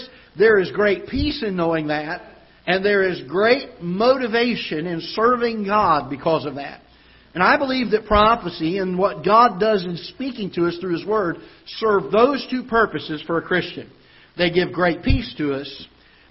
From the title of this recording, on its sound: Ketha Heights Baptist Church ~ Live Broadcast